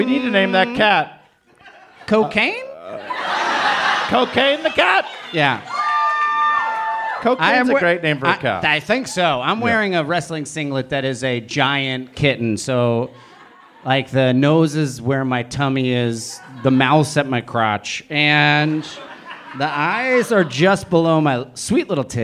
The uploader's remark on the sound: It's Bananas live at the Elysian Theater for the second annual Splitty in the City!